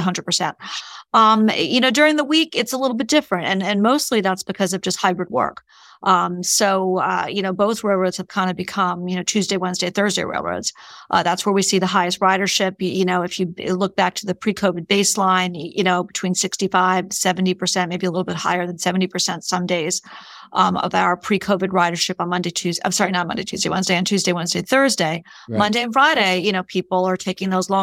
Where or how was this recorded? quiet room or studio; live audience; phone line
quiet room or studio